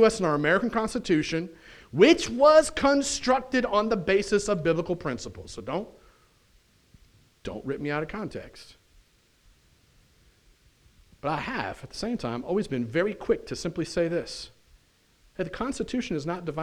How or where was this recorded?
large echoing room